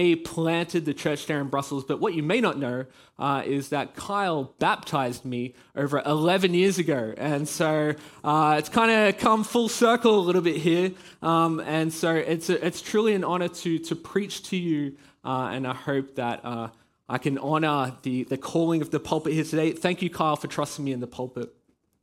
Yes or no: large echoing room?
yes